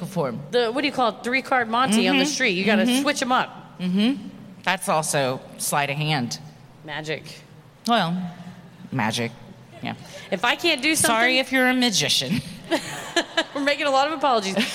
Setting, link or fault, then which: setting, live audience